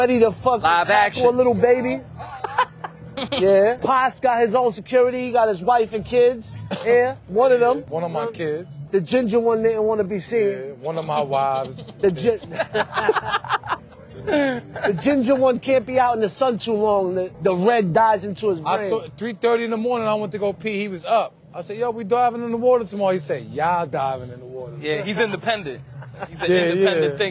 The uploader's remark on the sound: Live from the Coney Island boardwalk. Right after jumping in the freezing beaches of Coney for the annual Coney Island Polar Bear Club.